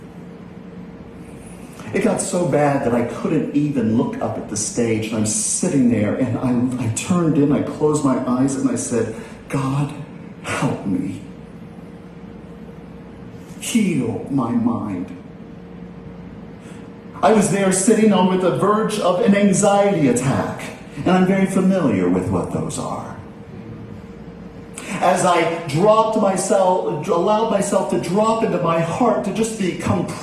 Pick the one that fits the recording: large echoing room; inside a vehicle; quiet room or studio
large echoing room